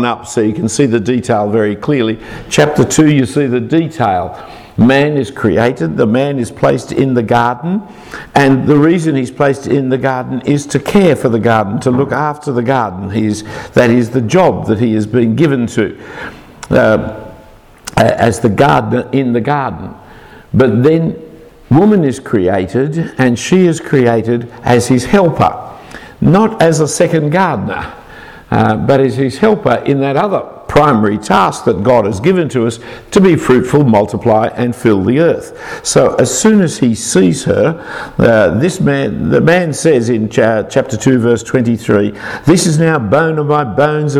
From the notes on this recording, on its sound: A talk given to Ministry Trainees at All Saints Church in Belfast, UK